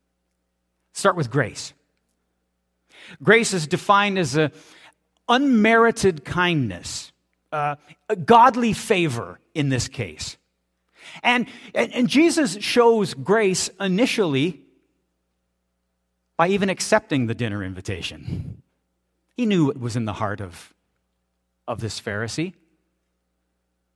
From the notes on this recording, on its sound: This is audio taken from the March 5, 2023 Sunday sermon at FBC Charlottetown PEI Canada.